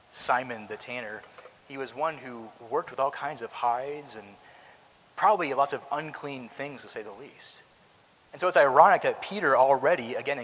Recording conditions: large echoing room